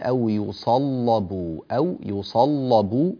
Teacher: اللام إذا كانت مفتوحة وقبلها صاد مفتوحة فإنها تغلظ، فنقول أو يصلبوا، أو يصلبوا ونغلظ اللام. · Term: تغليظ اللام